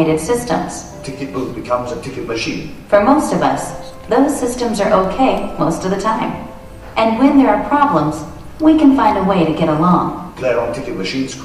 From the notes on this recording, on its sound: Shows recorded at OggCamp11. OggCamp 11 was a two-day unconference where technology enthusiasts came together to exchange knowledge.